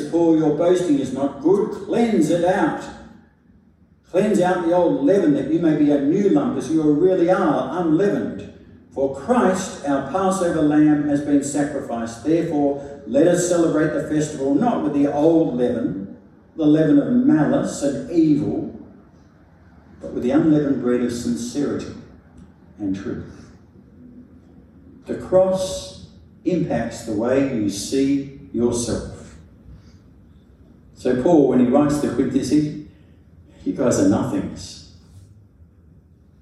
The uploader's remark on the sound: A sermon preached at St Stephen's Bellevue Hill on Good Friday 7th April 2023.